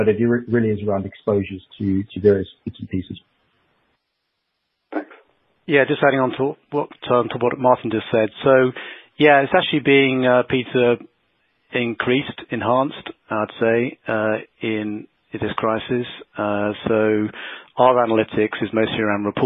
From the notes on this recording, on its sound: The Investec Alternative Fund Administration Teleconference.